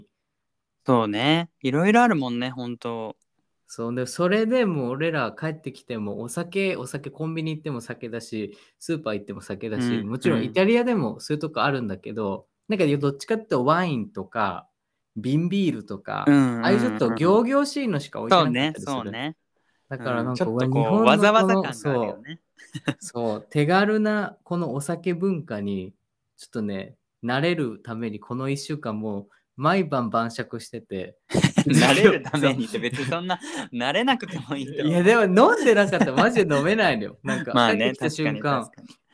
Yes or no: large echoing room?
no